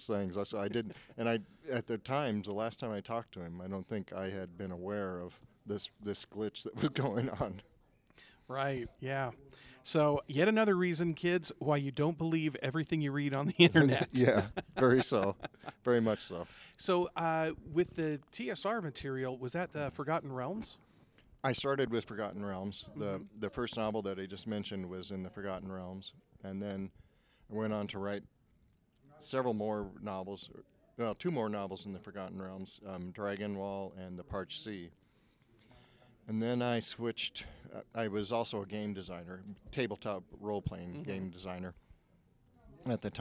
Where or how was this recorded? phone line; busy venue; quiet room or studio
busy venue